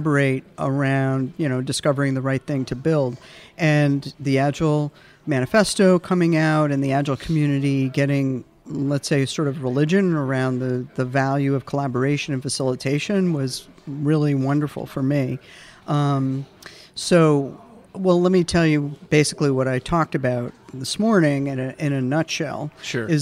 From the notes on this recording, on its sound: at The Path to Agility Conference